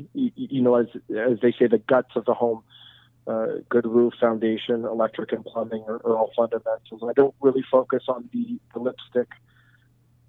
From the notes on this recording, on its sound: We were on a “long distance” phone call. Who is calling us from his hometown of Montreal.